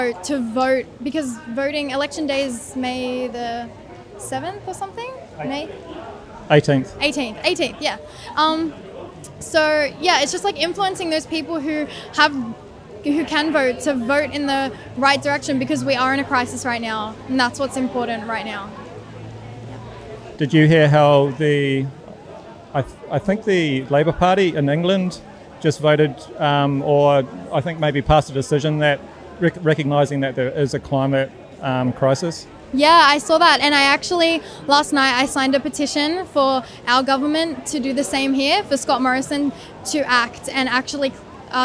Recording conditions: outdoors